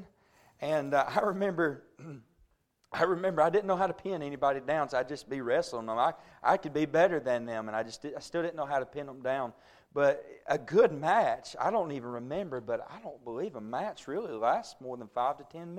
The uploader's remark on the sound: A message preached at Crossroads Baptist Church